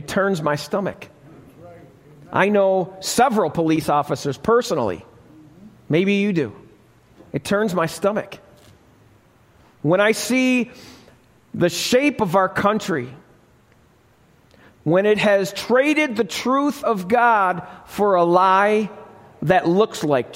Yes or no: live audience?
yes